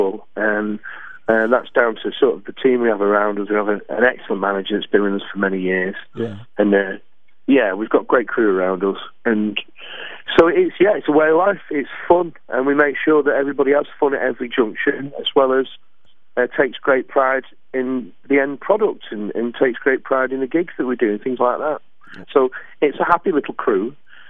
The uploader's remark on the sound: On the Phone